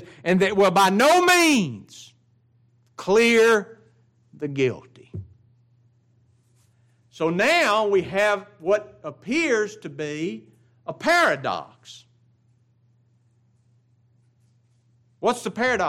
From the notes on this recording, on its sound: It was preached at Grace Baptist of Ruston Louisiana.